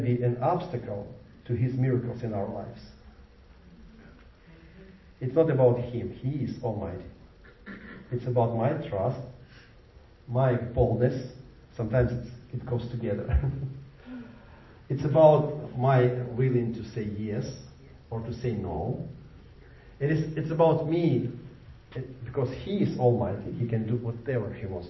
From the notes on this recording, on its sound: Recorded live at the Jewish Messianic Congregation of Jacksonville, 7750, Philips Hwy, Jacksonville, FL 32256.